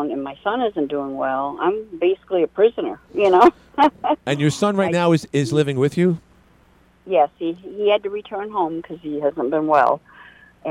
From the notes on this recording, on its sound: A woman called in frustrated about mental health options for her adult children.